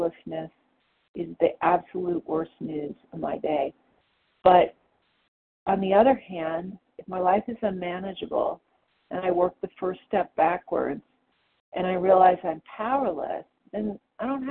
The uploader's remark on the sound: the 100 Pounders Phone Meeting